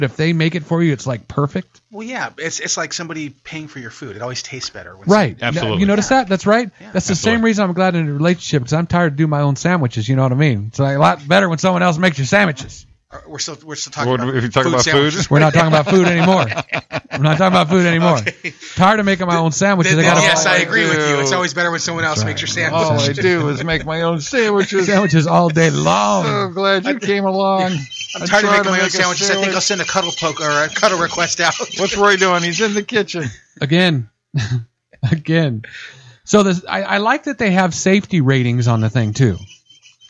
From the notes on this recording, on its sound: Phone call from CFO